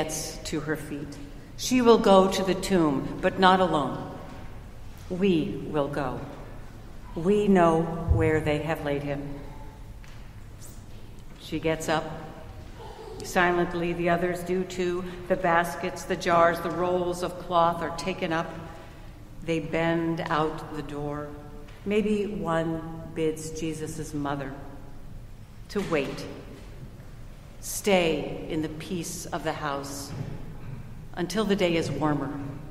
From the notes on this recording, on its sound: Recorded at Trinity Church in Princeton, NJ